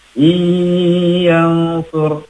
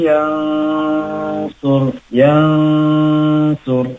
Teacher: Ikhfa hakiki nun sukun bertemu dengan huruf shad, maka harus diikhfakan. Ikhfanya itu ditahan · Shown in: second take · gitu. Jangan langsung iyansur, tapi yang sur.